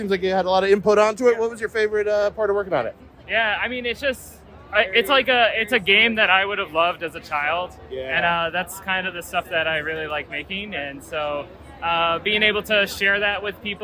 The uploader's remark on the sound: LIVE...and then edited. I travel to the massive video game convention PAX East in lovely Boston, MA with papers in hand ready to talk to the developers, publishers, creators and creative minds that fill the expo center.